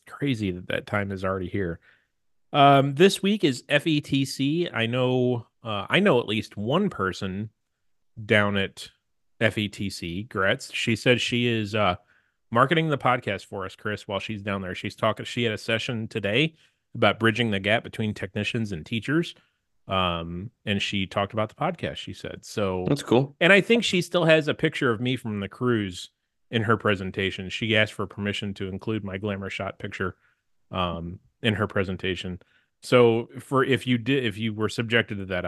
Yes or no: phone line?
no